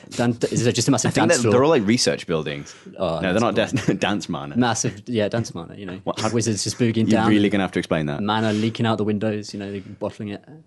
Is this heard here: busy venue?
no